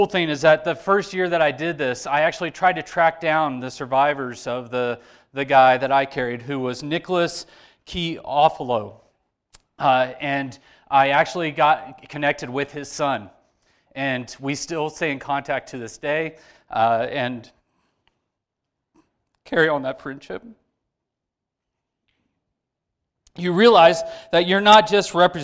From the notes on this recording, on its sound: Sermon delivered to church on 9/11. We had to edit out some of the audio for copyright reasons.